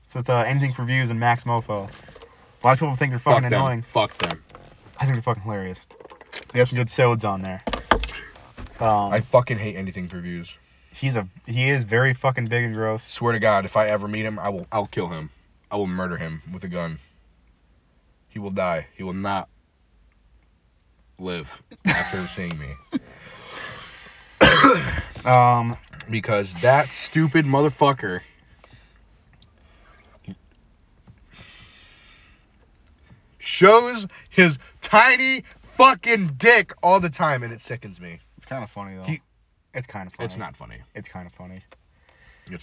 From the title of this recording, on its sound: Chatting in the Car